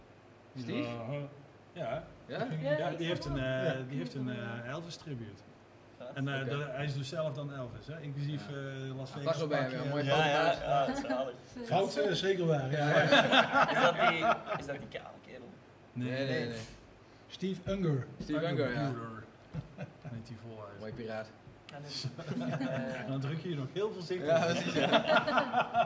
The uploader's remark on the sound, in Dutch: Metal Inside is terug en live opgenomen van uit Dynamo.